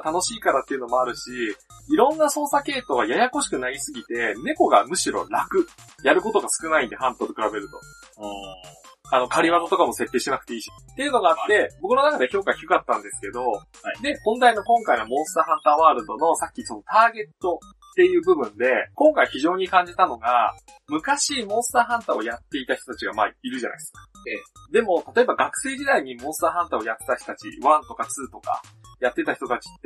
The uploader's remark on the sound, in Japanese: 今回もスカイプ収録となっております。一部音質が悪かったりもしますがご容赦ください。